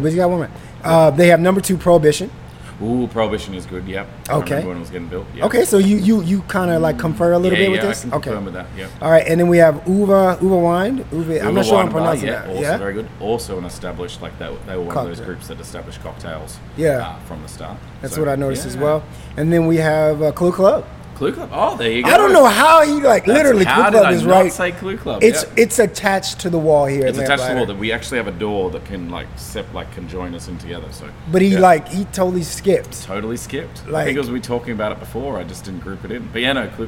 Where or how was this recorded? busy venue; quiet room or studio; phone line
busy venue